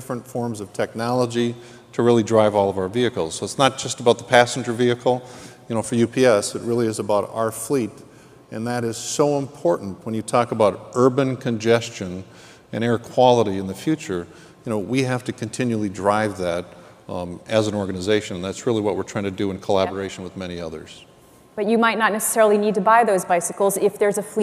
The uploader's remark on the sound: The best of live interviews from GreenBiz events.